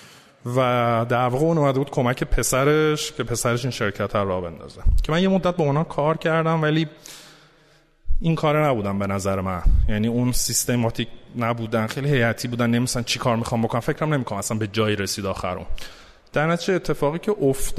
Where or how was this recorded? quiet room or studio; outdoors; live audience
live audience